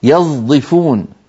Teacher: هذا الصوت موجود لكنه مقابل الصاد واسمه صاد مشمة زايا